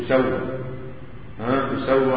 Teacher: وقرأ الباقون بضم التاء وتخفيف السين